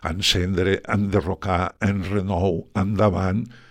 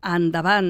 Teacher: aquesta rutina calera de pronunciar una A parlada on hi ha una E escrita